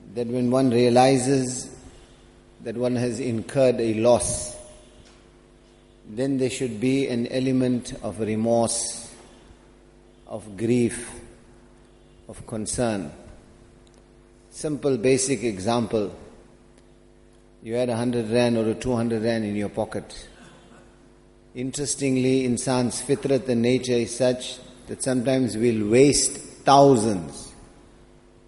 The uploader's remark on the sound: Jumuah Lecture at Masjid Al Hilal